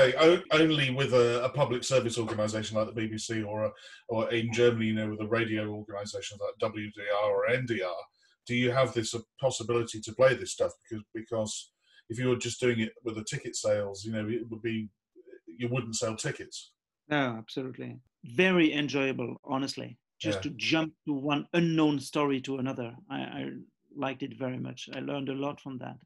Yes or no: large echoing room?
no